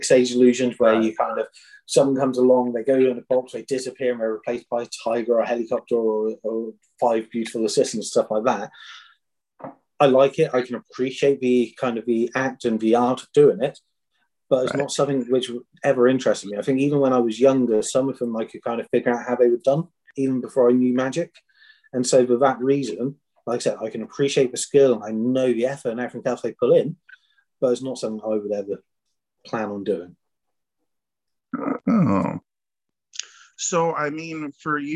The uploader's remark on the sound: Original Zoom Audio. What we have here is the Zoom portion of the interview.